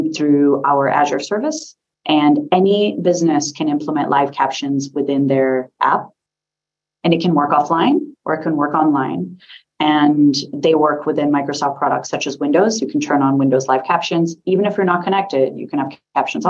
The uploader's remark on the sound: a special online seminar recorded Tuesday, 27 June